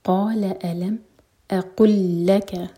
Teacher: قال الم اقل لك، لام اور لام کا ادغام ہے یہاں پر، ادغام متماثل، تو دو لام نہیں پڑھیں گے، ایک لام کو اسٹرانگ کر کے پڑھیں گے